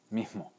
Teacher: mismo se podría pronunciar mismo o mismo, con una M sorda.